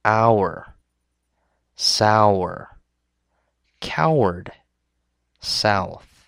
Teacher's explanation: The first one is when you combine O and U. It starts with the A sound and ends with the U sound.